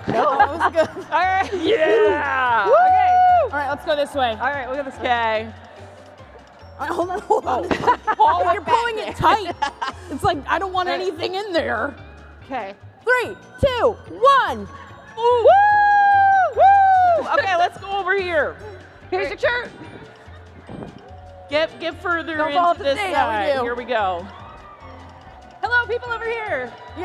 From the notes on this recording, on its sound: LIVE from the 2023 LWML National Convention. Presenting a live stage show version of their podcast as the Saturday night entertainment at the LWML National Convention in Milwaukee, Wisconsin.